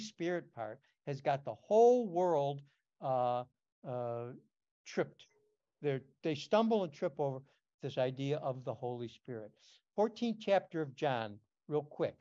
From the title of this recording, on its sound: Oceanside Zoom Class